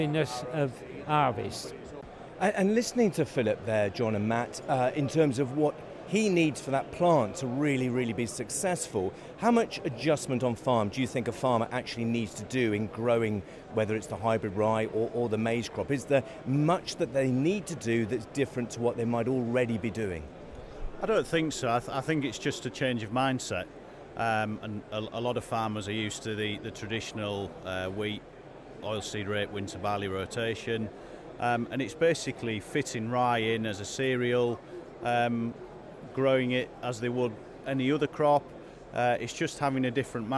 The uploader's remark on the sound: Live from the Engine Room. Today we are at the World Biogas Expo at the NEC in Birmingham.